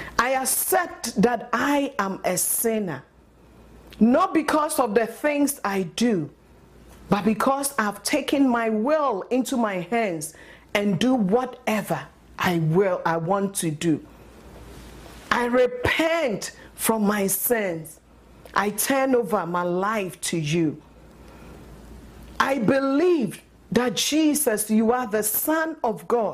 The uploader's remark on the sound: at Living Word Assembly of God Church